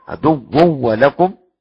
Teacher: عدو ولكم خلف حمزة يحذف الغنة